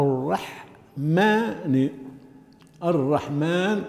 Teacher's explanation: يحكم، يقول لك يح، لا الرحمن، وبعضهم يقول الرحمة يضخم الميم، هي الراء بتضخيم الراء وترقيق الحاء